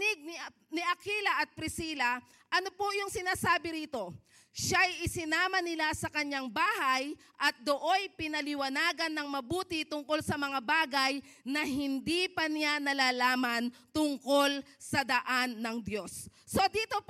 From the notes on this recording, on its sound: Preached last February 11, 2024 at Grace Testament Church's 5:30pm service.